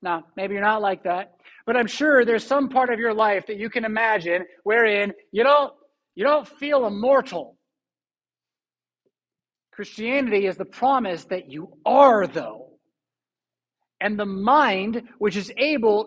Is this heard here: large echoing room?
yes